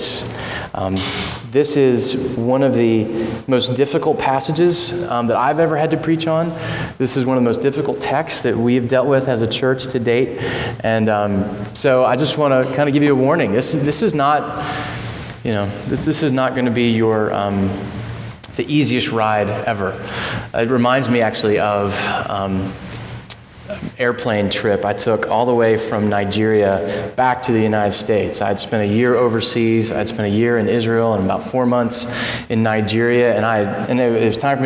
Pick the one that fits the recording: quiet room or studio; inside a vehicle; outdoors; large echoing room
large echoing room